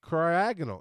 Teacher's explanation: the second syllable is the emphasis there